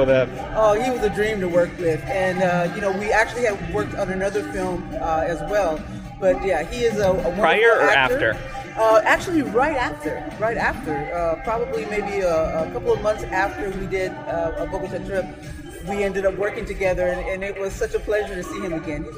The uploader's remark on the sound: Is interviewed on the red carpet in Las Vegas for the screening of A Bogotá Trip at the Silver State Film Festival.